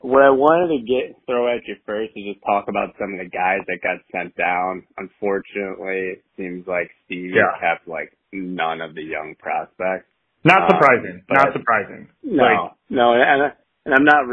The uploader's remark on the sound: to call in from Cleveland